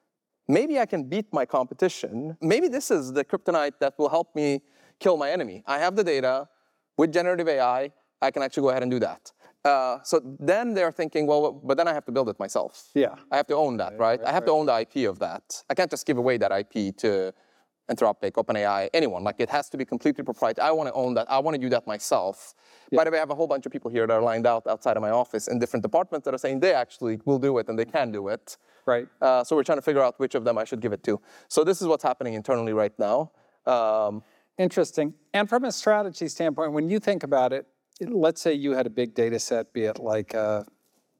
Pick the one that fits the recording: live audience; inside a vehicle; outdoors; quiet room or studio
live audience